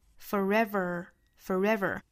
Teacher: forever 这个单词最后的这个字母 r 也是要卷舌成 r